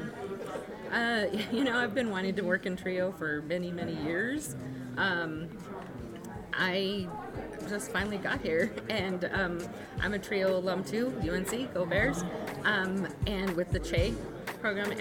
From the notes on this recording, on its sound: Was on-site at the ASPIRE Wyoming/Colorado (WYCO) Conference 2023 to visit with various staff members of TRIO programs across Colorado and Wyoming.